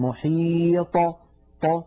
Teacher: فهكذا نخرجها بالتباعد بين طرفي عضو النطق شديدة مجهورة مستعلية مطبقة · Term: صفة القلقلة